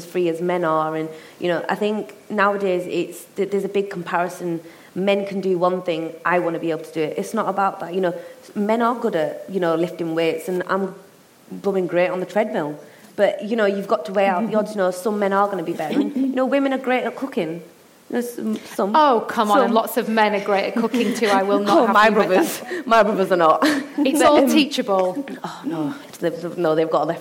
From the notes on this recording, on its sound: St Albans Soroptimists and *The Talent Keeper Specialists hosted a panel debate live from the Sandpit Theatre.